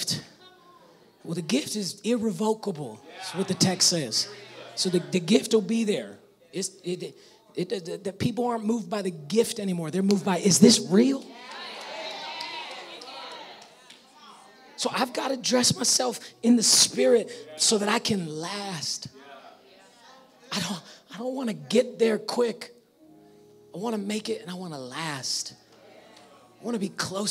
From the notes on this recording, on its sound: Preached in 2019 at All Nations Worship Assembly San Bernardino.